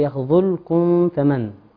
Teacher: وقعت الفاء بعد الميم السكينة، فهذا إظهار شفوي. بعض الناس يقوم بالإخفاء.